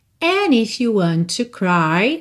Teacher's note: Juntar and em if. Sem passar pelo D